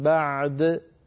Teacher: فأبين العين وأعطيها حظها من المخرج وصفة البينية، ثم آتي بالدال شديدة مقلقلة وقد أخذت حقها أيضا، الصدع والأرض ذاتي الصدع فأقلقل الدال ثم آتي بالعين من مخرجها من غير أن يميل الحرف الأول إلى الكسر أو إلى أي حركة كانت.